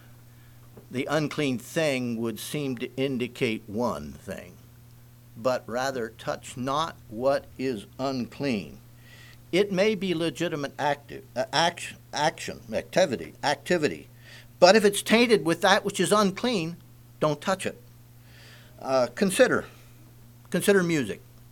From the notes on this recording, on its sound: Message preached at Word Of Hope